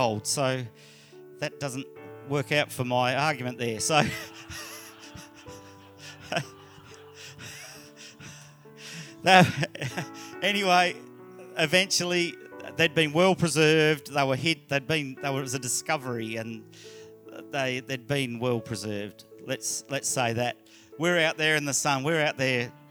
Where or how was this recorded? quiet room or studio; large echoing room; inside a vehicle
large echoing room